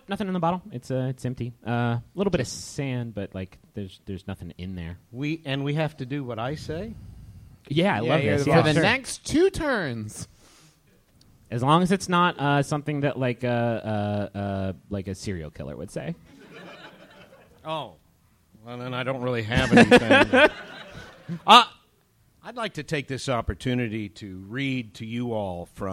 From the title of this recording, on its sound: Live in Los Angeles!